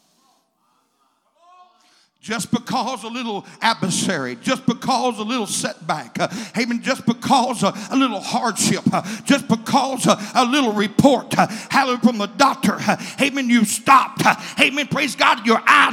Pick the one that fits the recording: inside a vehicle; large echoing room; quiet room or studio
large echoing room